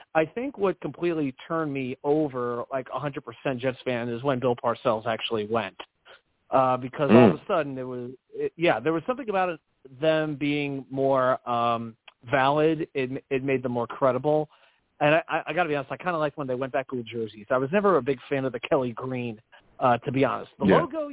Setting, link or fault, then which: link, phone line